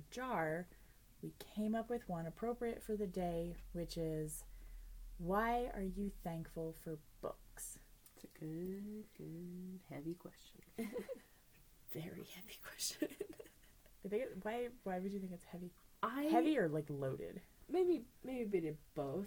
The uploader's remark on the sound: All three of us were sick during recording, so please excuse coughing, sniffling's, and sneezing's.